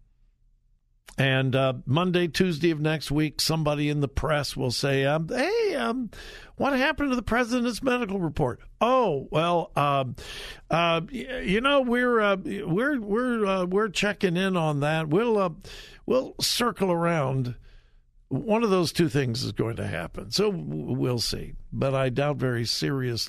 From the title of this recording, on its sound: Open Phone Friday